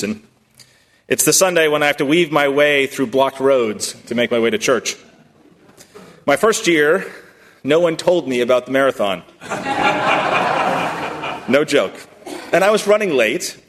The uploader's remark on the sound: at First Congregational Church of Houston